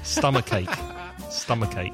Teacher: Because stomach ends with a consonant sound, k, and ache begins with a vowel sound, there's a joining of those two. So we don't say stomach ache, we say stomach ache.